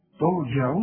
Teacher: ترجعون الراء دي تفخم